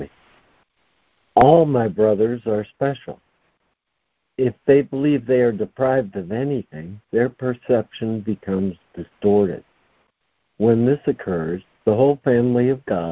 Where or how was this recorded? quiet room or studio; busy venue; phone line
phone line